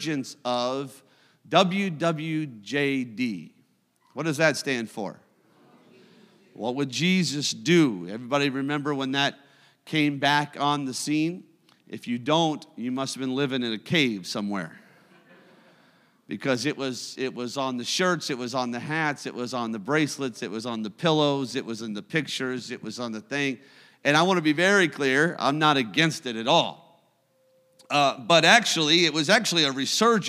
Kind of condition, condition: setting, large echoing room